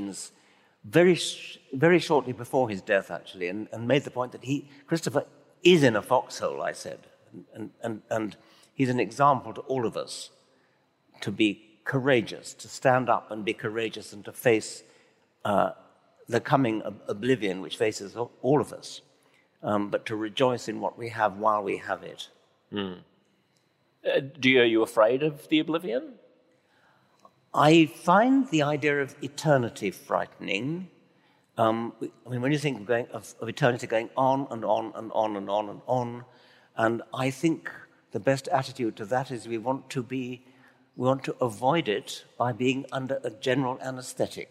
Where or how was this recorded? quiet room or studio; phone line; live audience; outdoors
live audience